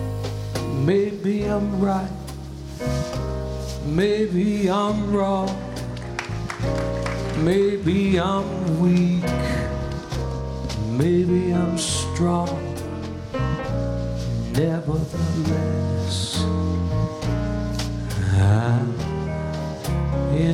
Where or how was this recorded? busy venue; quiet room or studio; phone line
busy venue